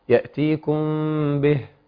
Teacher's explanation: يبقى ركز في همس الهاء جيدا